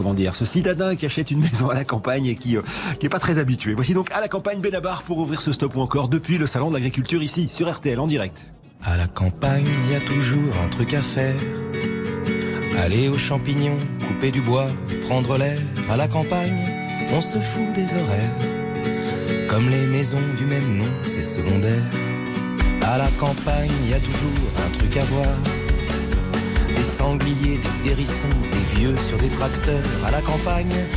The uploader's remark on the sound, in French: Emission en direct du Salon International de l'Agriculture Porte de Versailles à Paris